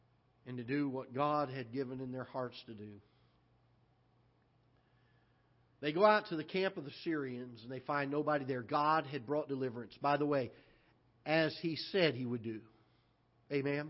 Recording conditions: large echoing room